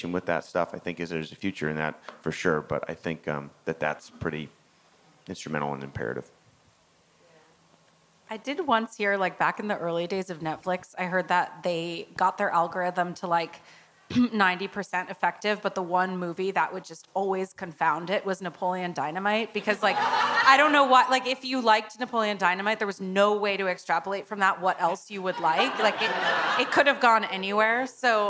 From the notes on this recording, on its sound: was recorded at ATX TV Festival Season 12 (June 1-4, 2023) in Austin, TX.